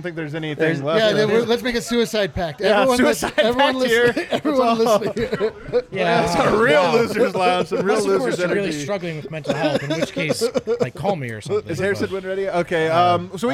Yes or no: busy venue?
yes